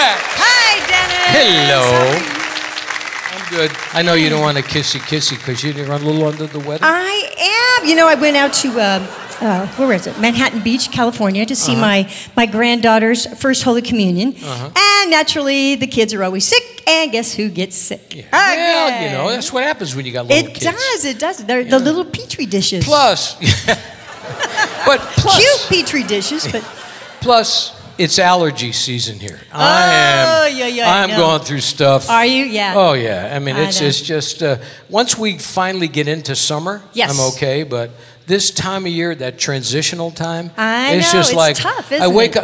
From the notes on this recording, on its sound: Live at the SouthPoint Casino